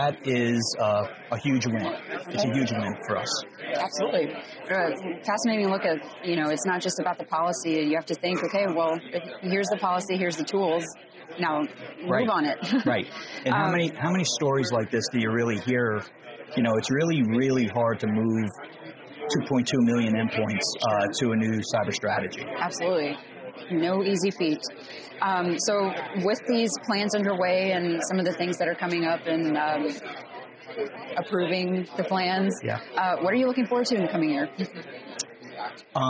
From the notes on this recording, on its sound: We recently had the opportunity to connect with several leaders at the AFCEA TechNet Indo-Pacific conference in Honolulu